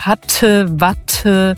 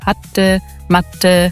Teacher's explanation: Wenn du das so ein bisschen weicher, bisschen D-artiger sprichst und am Ende das E auch hatte, matte, also ein bisschen Ä-artiger am Ende und ein bisschen weniger Aspiration bei dem T · Shown in: second take